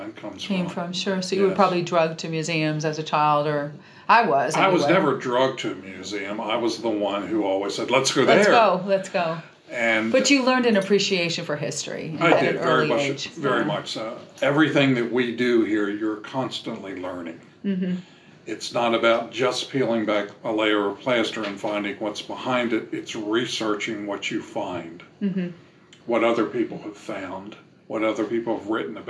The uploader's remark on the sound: records live at the Belmont Mansion